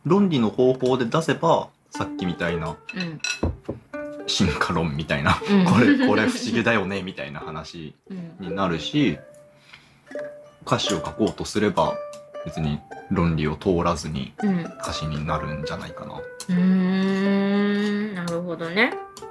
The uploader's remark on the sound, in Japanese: サラダうどん食べながら、ずぞぞっ音もかき混ぜ音も気にせずに、平常運転で収録です。